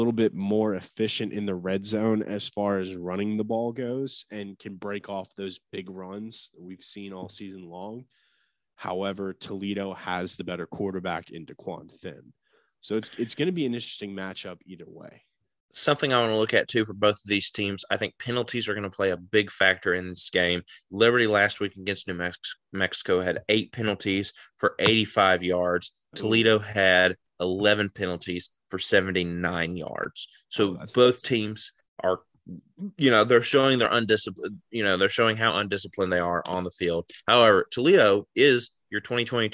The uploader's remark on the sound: talk smack from a Zoom call